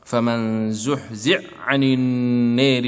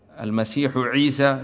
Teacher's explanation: لا أثر للحاء، عين مشددة بعد الزاي على طول · Shown in: first take · فمن زحزح عن النار حاه مدغم، هذا خاص. · Term: إدغام